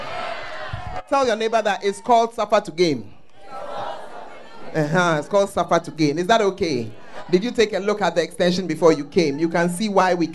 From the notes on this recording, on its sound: Preached At The First Love Center, Ayeduase.